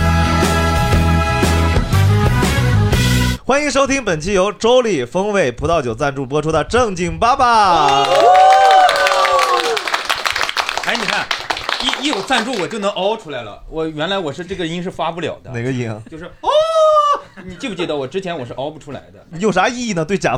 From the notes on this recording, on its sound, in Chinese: 我们的喜剧演员们和现场的观众朋友一块聊了聊